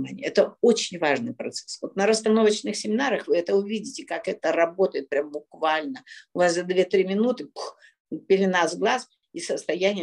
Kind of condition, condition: link, video call